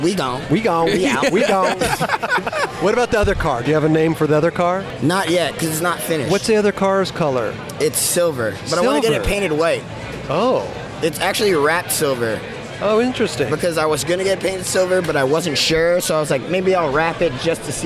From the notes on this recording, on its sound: We were on location at the Diamond Supply Co & Thrasher Magazine’s Halloween Hellride.